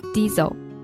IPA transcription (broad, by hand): ˈdiːzəl